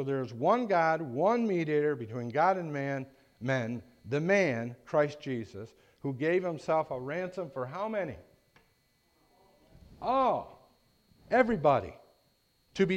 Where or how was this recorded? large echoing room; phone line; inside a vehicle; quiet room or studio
large echoing room